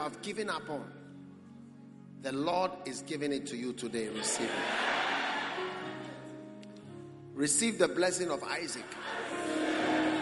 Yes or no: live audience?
yes